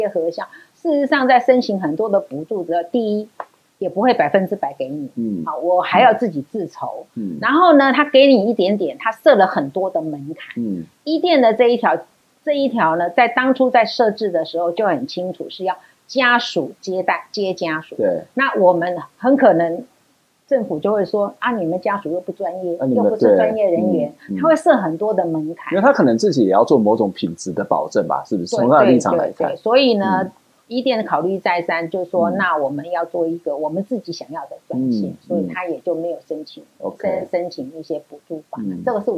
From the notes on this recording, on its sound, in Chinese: 本集節目錄製現場收音出現難以克服的技術問題，以致於本集收音欠佳